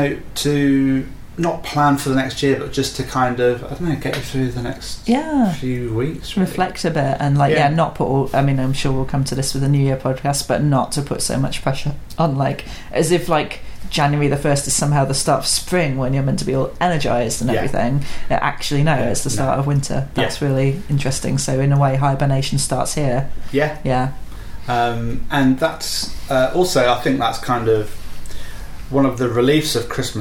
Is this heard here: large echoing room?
no